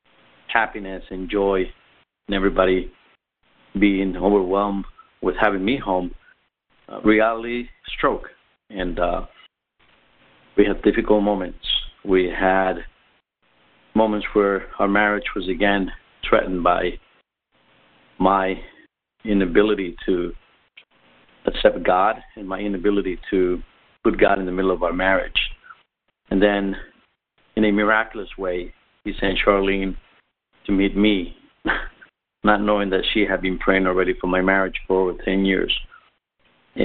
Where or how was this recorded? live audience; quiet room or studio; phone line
phone line